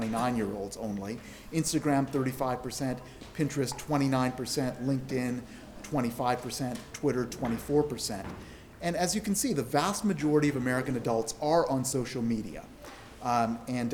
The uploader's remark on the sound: South SF Library. Audio only of a presentation from Keynote.